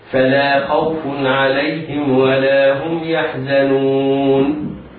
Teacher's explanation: الواو في خوف ساكنة بعد فتح، والياء في عليهم ساكنة بعد فتح، فهما حرفان. وحكمهما في هذه الحالة سقوط المد، يعني لا يمدان، مثبتان فقط هكذا.